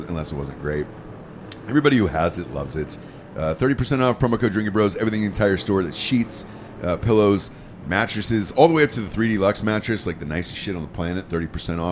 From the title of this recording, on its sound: Live From The Daytona 500